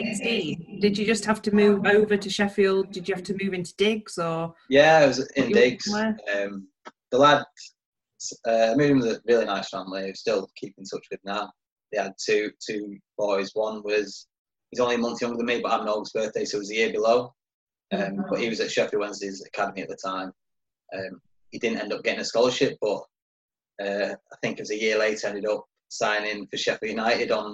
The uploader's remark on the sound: Zoom special. In a live video chat.